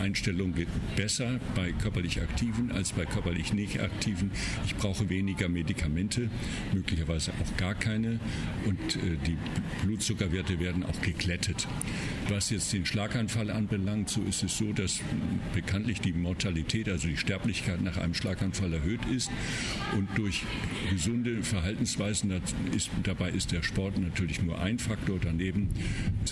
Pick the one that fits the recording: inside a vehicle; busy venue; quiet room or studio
busy venue